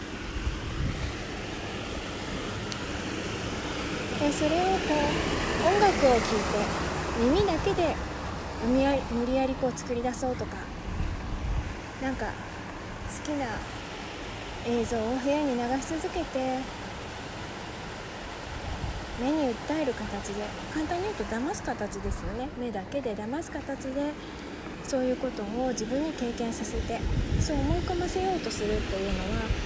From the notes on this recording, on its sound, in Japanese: 今回は川沿いを歩きながら。マイクが水音をかなり拾ってしまったので、イヤホンで聴くとうるさく感じるかもしれません。